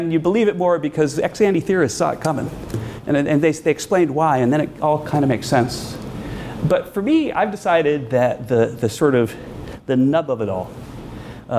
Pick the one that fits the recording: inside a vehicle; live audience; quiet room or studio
live audience